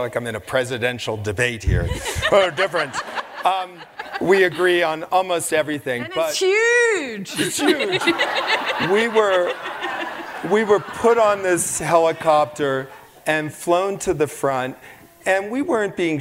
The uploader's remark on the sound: onstage for a lecture series held by Aspen Words